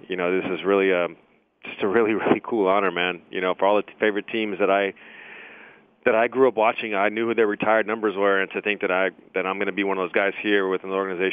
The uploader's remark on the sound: called in to the Ben and Skin show